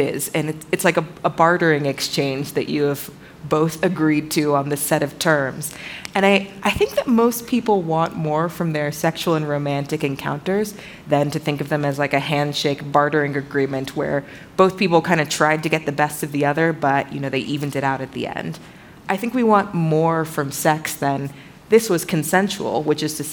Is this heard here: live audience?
yes